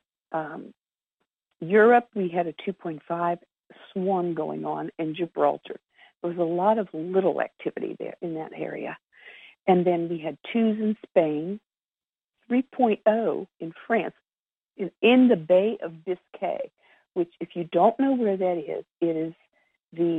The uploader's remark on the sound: Conference Call LIVE, February 28, 2022